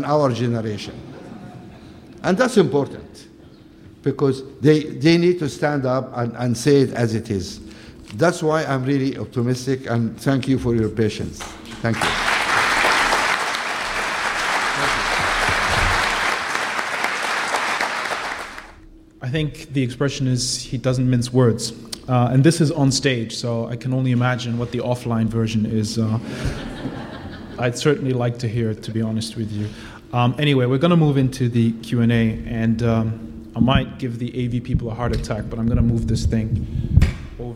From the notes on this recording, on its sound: Audio from BCA-IA's annual Kaye Whiteman Memorial Lecture